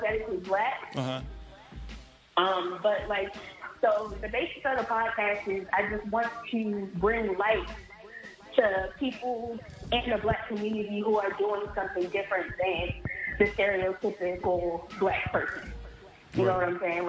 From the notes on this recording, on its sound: phoned